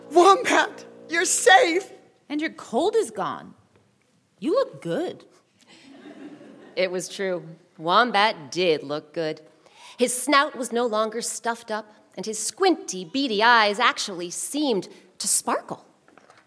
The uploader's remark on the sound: Recorded live with musicians from the … as part of our 2019 summer pop-up series